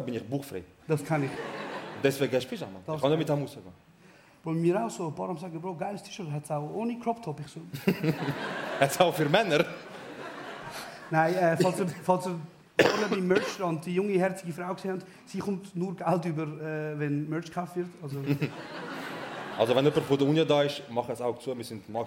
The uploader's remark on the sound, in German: Live im Bernhardtheater. Die ersti hälfti vo eusere Liveshow im Bernhardtheater.